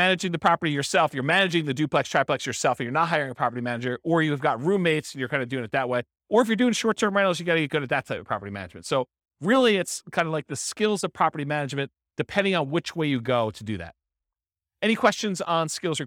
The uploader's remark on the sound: This was a live class recorded